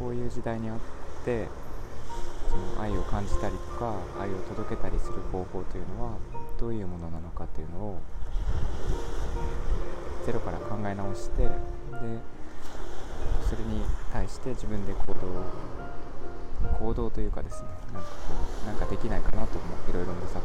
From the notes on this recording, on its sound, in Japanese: 強い海風でお聞き苦しいところがあります